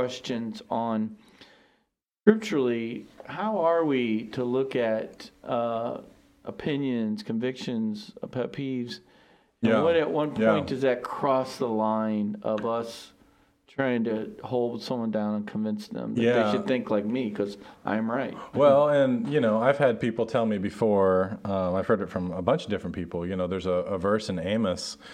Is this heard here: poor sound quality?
no